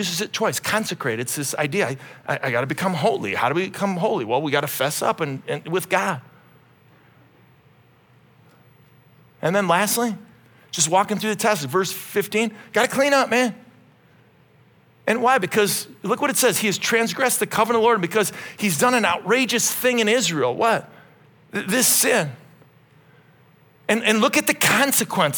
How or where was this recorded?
live audience